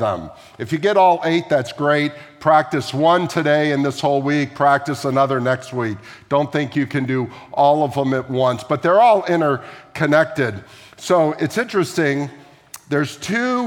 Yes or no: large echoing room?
yes